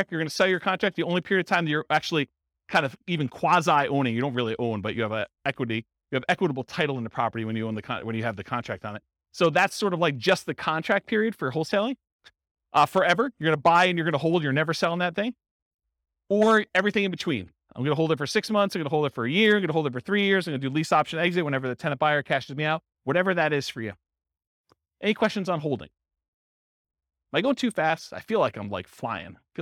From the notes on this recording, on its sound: This was a live class recorded